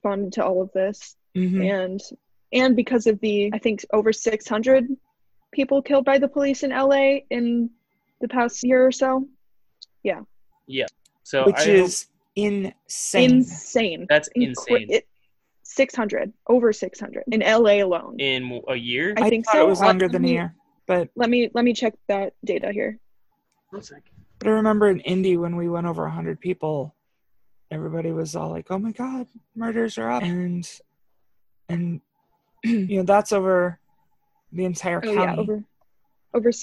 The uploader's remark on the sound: another zoom edition